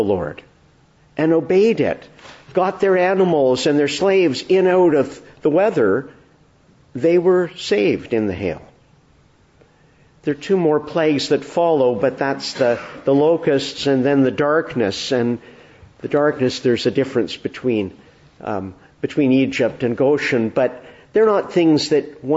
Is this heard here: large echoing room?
yes